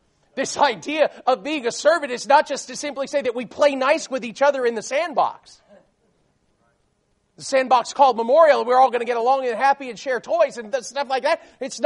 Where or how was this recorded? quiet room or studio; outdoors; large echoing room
large echoing room